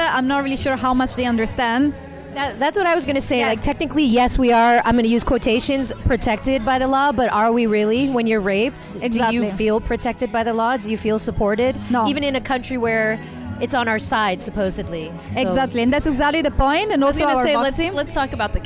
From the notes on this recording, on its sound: We are once again recording live from The Social Study at their monthly womxn's event That's What She Said ! We are once again recording live from The Social Study at their monthly womxn's event That's What She Said !